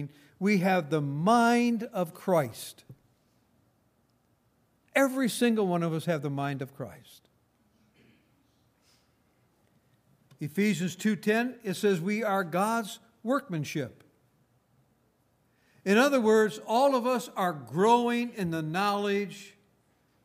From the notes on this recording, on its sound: Recorded on May 6, 2018, at Grace Bible Fellowship in Front Royal, VA